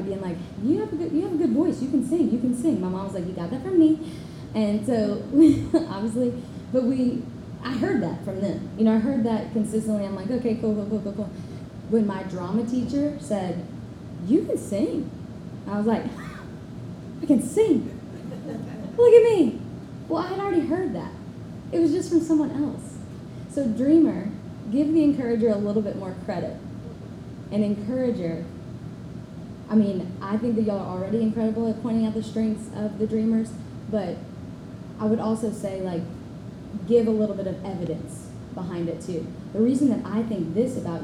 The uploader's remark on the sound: Live Podcast Recording